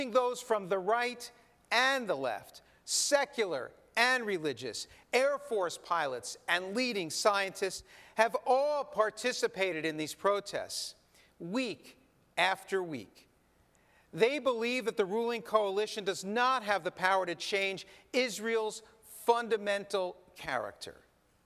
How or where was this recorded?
large echoing room